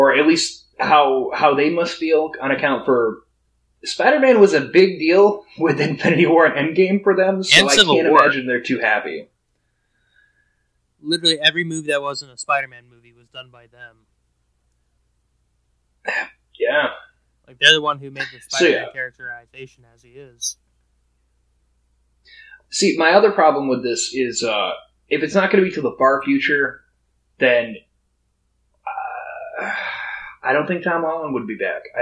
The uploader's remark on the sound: Which we do apologize for a shakier audio today. Were having some tech issues with the episode.